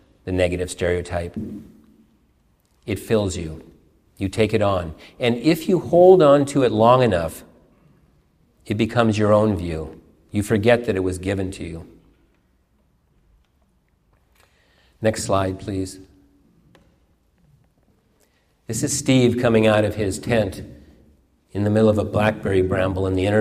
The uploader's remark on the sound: a sermon during morning worship at the University Unitarian Church in Seattle